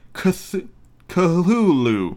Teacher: with the first syllable pronounced gutturally and very thickly